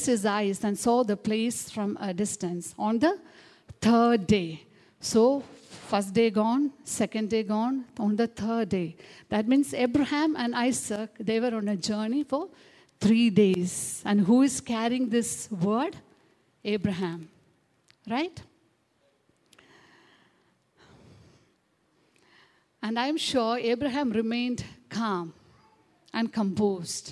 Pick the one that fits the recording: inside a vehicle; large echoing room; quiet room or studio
large echoing room